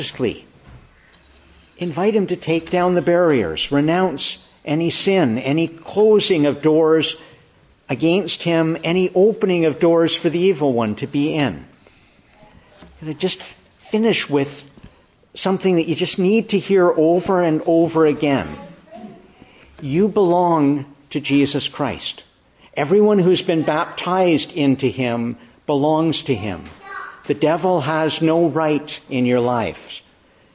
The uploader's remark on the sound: May 14, 2023 Morning Service. Preached in the Annunciation of the Blessed Virgin Mary, Ottawa.